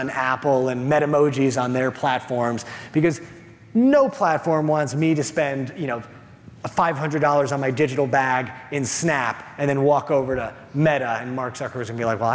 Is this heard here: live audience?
yes